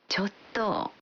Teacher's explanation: al pronunciarla prolongando el sonido final y bajando el tono, ちょっと, transmite el matiz de que nos cuesta decir algo.